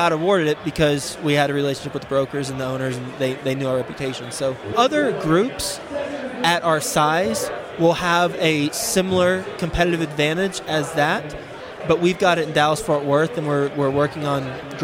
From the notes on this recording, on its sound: today’s show is from the Best Ever Real Estate Conference